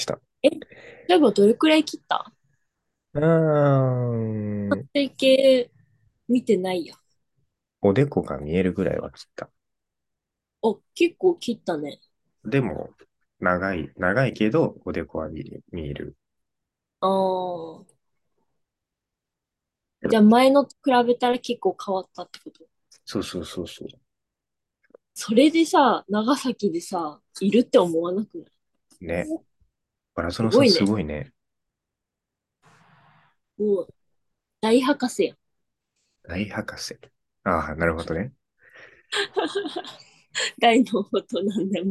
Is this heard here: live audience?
no